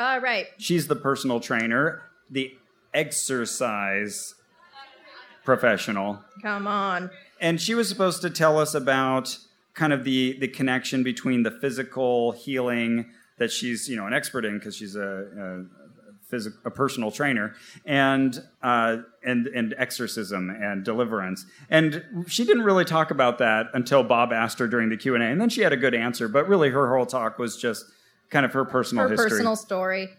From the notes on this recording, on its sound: They tell a live audience in Dallas, Texas.